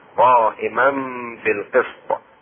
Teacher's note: التنوين انقلبت ميمة مع الغنة